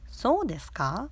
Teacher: when you raise the pitch at the end like so desu ka, that means mm, I don't agree with that.